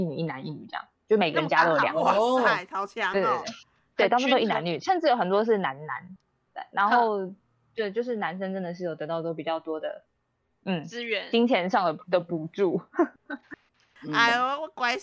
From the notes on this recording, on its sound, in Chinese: 由於我們是遠端錄音，每個人的聲音有點不平衡